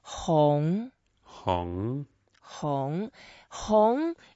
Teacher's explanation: there's a second tone, so let's go up a little bit